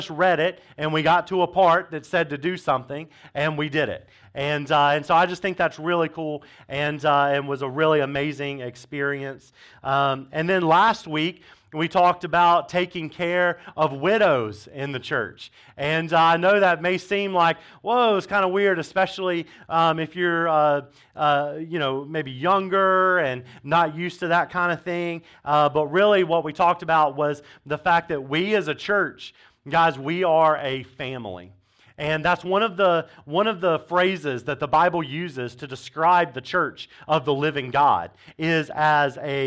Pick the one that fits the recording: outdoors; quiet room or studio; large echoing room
large echoing room